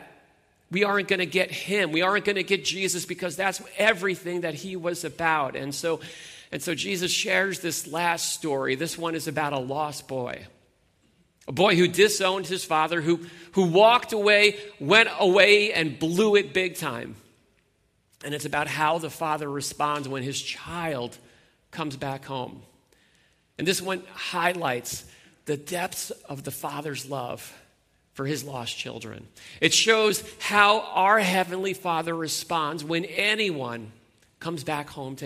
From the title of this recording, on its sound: Sunday Morning Worship Gathering